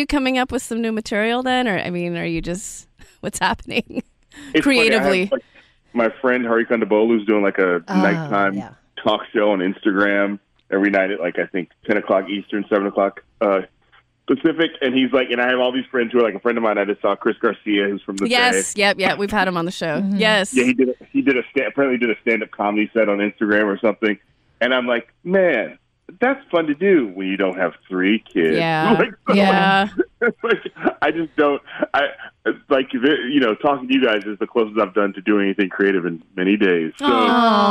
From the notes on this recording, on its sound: He was gracious enough to hop on the phone with us during the beginning of the Coronavirus lock down while he is quarantined with his family and helping to home school his daughters.